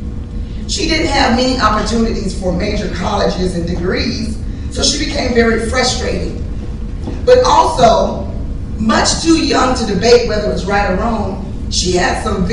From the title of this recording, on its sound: LIVE Coverage of EntrepreNewHER Women Networking Event Atlanta